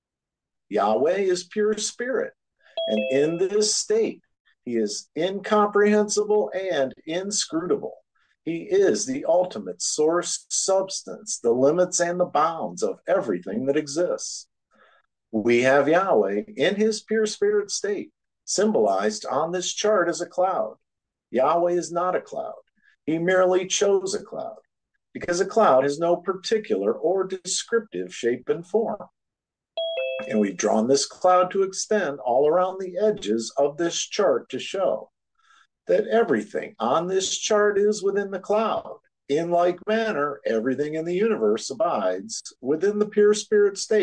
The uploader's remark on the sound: Oceanside Zoom Class.